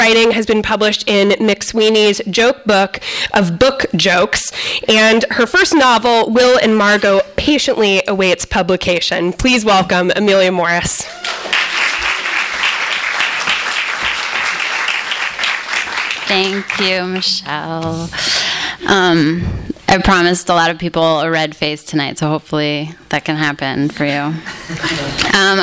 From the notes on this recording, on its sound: THIS EVENT WAS RECORDED LIVE AT SKYLIGHT BOOKS FEBRUARY 2, 2013.